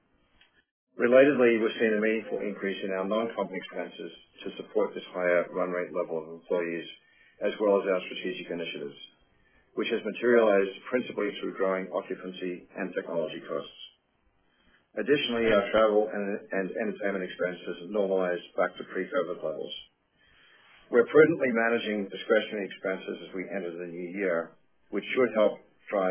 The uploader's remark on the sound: 4Q’22 Apollo Global Management, Inc. Earnings Conference Call.